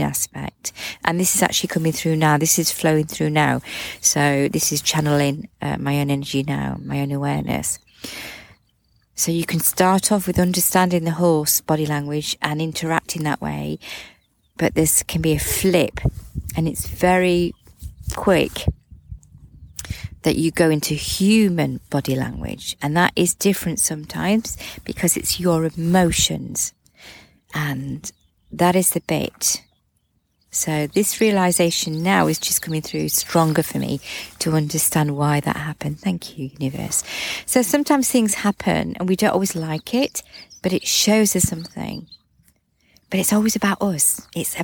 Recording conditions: sounds in the background